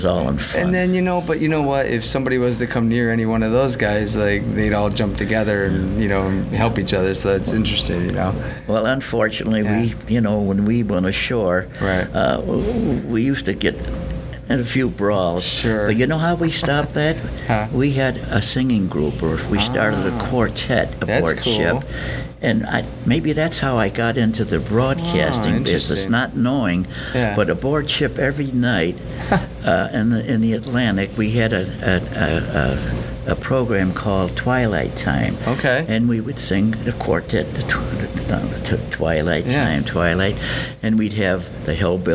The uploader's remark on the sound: Recorded at This Little Pig Restaurant (Williamsville, NY).